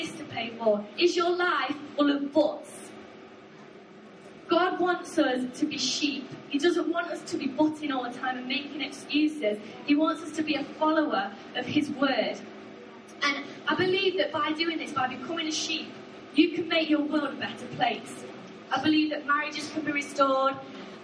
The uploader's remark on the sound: Arena Church Ilkeston